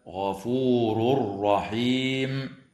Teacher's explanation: ويدغم في الراء من غير غنة